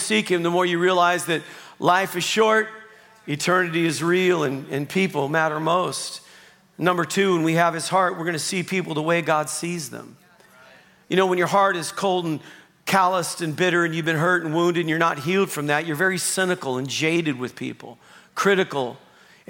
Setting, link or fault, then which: setting, large echoing room